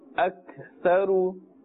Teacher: The kaf with the jazm with the sakin must be pronounced with a thin voice.